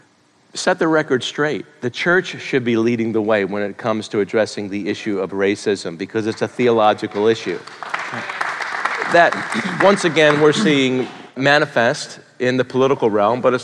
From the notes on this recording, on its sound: Live & Unscripted. Questions were texted in by the congregation and answered LIVE!